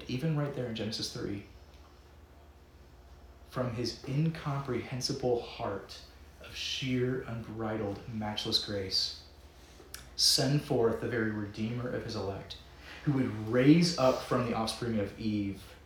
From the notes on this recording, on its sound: Preached at Downtown Presbyterian Church in Lynchburg, VA